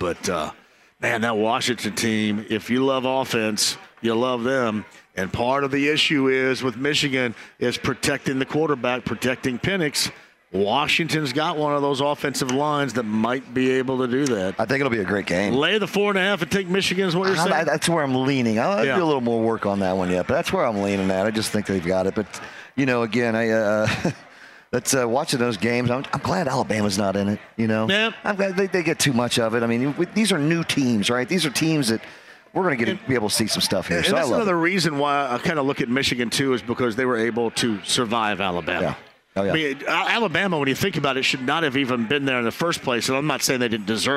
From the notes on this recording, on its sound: kicks off the show LIVE from Crafters in Carmel